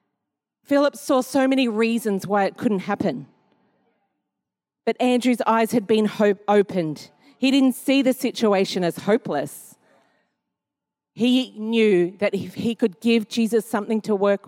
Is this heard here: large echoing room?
yes